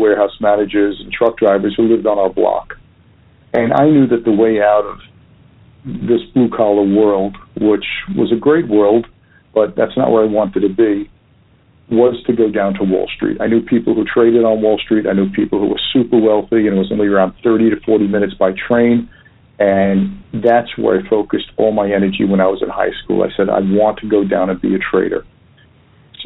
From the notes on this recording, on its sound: Phone Interview